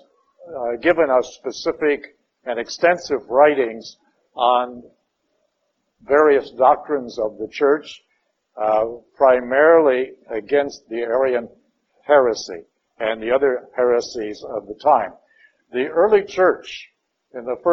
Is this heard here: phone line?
no